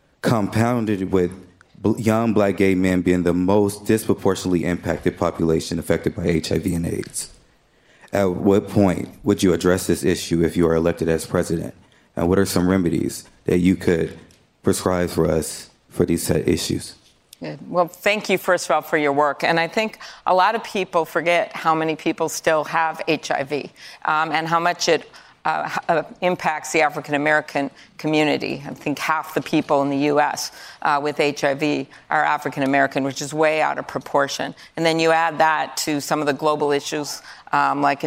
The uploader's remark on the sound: A live town hall. At The Novo in Los Angeles.